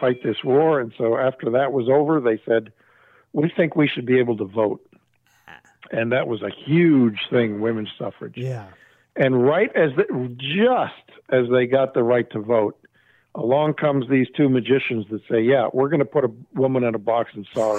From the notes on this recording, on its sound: an over the phone chat